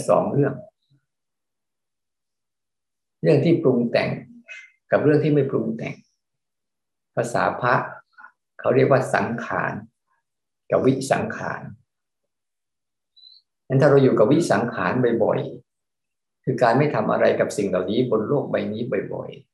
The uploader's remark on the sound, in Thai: เป็น 1 ใน 3 คอร์สออนไลน์ (ผ่านโปรแกรม Zoom)